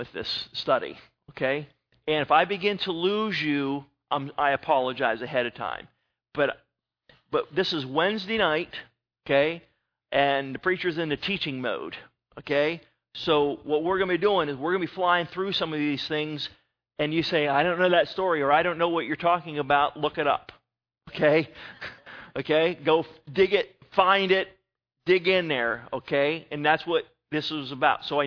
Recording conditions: large echoing room